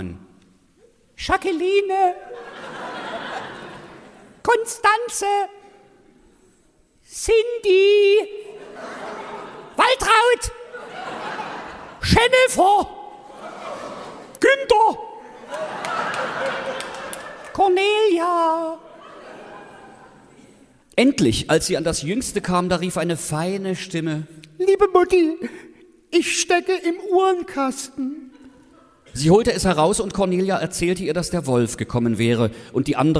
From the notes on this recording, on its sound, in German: Sachsens lustigster Podcast war auf großer Live-Tour mit IHREN Lieblingsmärchen. Hier ist der erste von fünf Mitschnitten aus dem Zentralgasthof in Weinböhla.